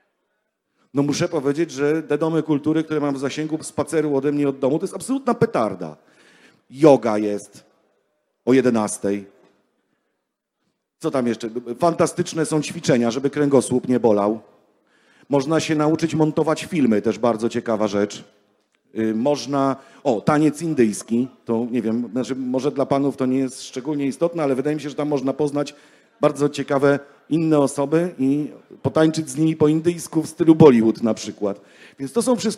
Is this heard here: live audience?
yes